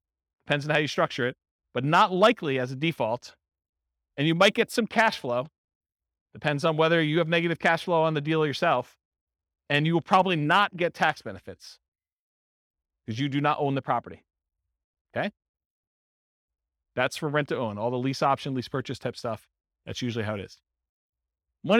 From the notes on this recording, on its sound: This was a live class recorded